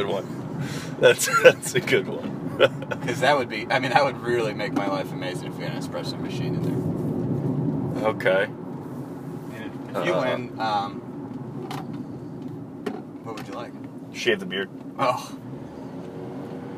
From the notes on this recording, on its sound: NOTE: FAIR AMOUNT OF ROAD NOISE AND GPS DISCUSSION.